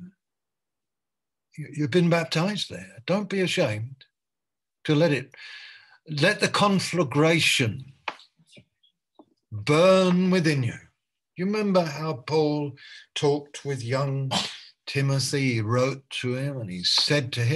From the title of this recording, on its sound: Malaysia Meets (Zoom)